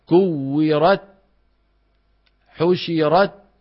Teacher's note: الشدة أولا فالهمس. كثير ممن يقرأ وخاصة في مصر المصريين يهملون صفة الهمس في الكاف والتاء كثير جدا